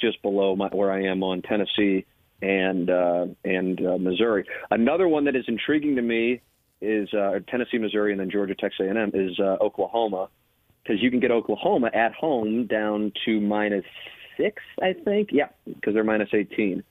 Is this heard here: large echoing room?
no